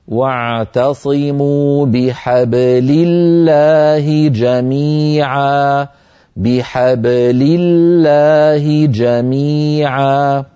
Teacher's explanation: انظروا إلى كلمة حبلي الباء ساكنة مقلقلة قبلها مفتوح وبعدها مكسور علينا أن ننطق هذه الباء الساكنة المقلقلة دون أن تتأثر بالفتحة قبلها أو الكسرة بعدها فإن تأثرت بالفتحة قبلها قال القائل بحبلي وهذا لا يصح وإن